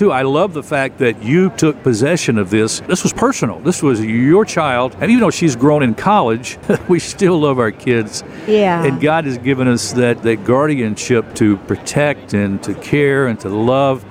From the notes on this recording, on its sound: This show was recorded from the 2023 National Religious Broadcasters Convention in Orlando, Florida.